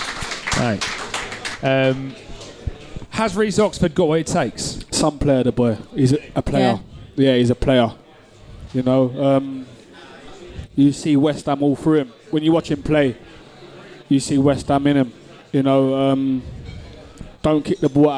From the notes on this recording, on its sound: The team return to The Cow in Stratford Westfield for the third annual live Podcast and Awards show. This episode was recorded in front of a live audience.